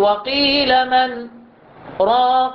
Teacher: ففي رواية حفص أشار إليه بالسكت، يعني نقول وقيل من راق وسكت بمقدار حركتين بدون أخذ النفس